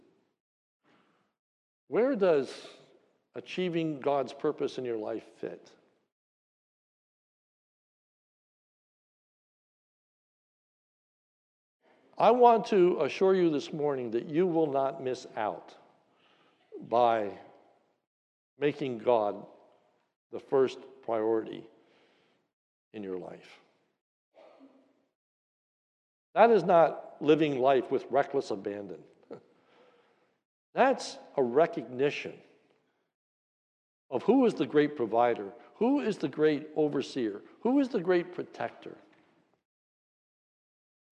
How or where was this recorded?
large echoing room